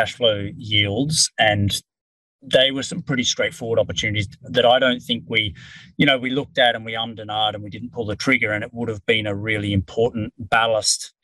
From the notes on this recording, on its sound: Watch or listen to the webinar recording for we asked a panel of three Small Cap Managers' opinions.